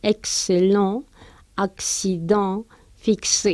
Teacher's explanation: Esa X la pronunciamos como KS o esa doble C. y en otros casos la X también lo pronunciamos como GZ.